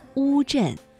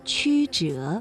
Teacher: 读乌的时候，舌面的后部是抬高的，而迂呢，舌面的前部是抬高的